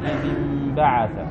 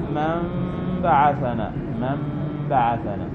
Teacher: قال تقلب النون ميما بشرطين، هذه يسمونها في التجويد الإقلاب، إقلاب النون الساكنة ميما عند الباء